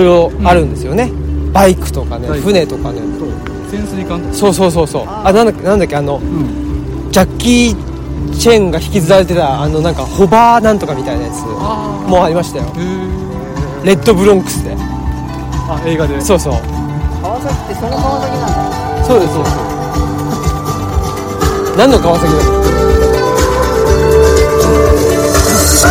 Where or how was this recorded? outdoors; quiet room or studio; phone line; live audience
outdoors